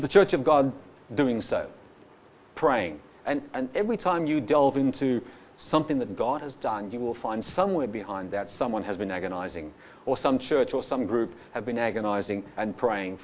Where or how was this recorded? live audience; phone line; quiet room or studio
live audience